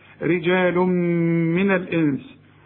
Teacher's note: رجال تنوين بعد ميم، الميم من حروف الإدغام غن هنا